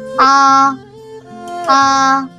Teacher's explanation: Es como que más lineal, el sonido se mantiene, no sube ni baja. · Term: primer tono